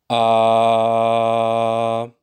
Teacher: Wenn wir uns das jetzt mal näher anschauen im Bereich der Heiserkeit, möchte ich das gerne einmal demonstrieren auf dem Vokal A. Dieses A ist in dem ersten Beispiel, was Sie hören, ganz normal und klingt nicht heiser